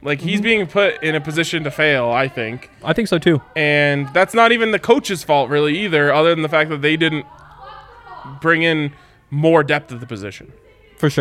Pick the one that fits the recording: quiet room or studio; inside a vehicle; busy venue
busy venue